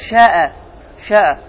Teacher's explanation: Məddul muttasıl olarsa və bu ayədə və ya bu sözdə dayanmaq istəsən, nəfəsi kəsirsən. Dörd hərəkə uzadırsan və nəfəs kəsirsən.